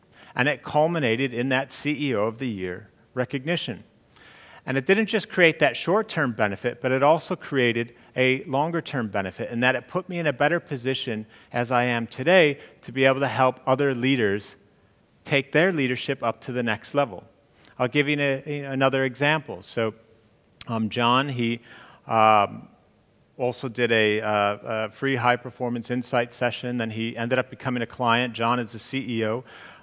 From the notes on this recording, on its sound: during the commercial business growth talk on the second day of Elite Business’ live event on March 10